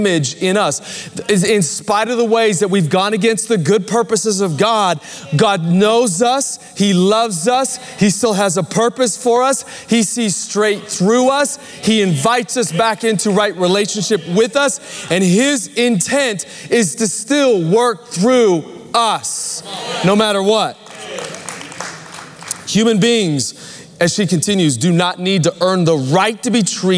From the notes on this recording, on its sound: Recorded Live at Capital Church in Meridian, Idaho